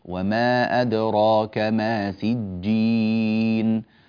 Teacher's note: وما أدراك لا تزد في زمن المد، هذه حركتان فقط